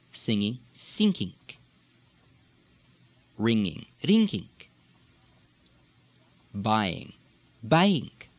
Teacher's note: ING tending to be INK